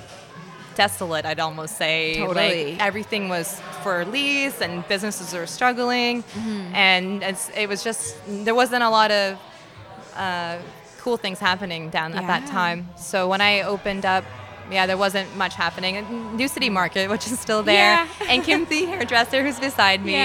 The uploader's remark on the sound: LIVE from AOK. AOK Craft Beer + Arcade in Downtown Kitchener.